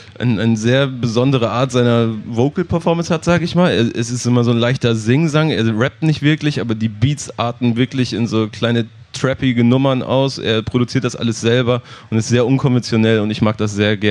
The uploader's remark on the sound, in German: Der BACKSPIN Stammtisch live vom Splash! 22